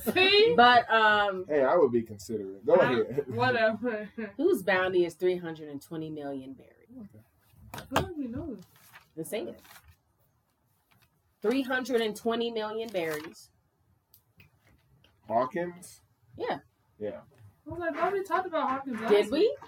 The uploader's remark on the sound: Forgive us for the loud fan sound.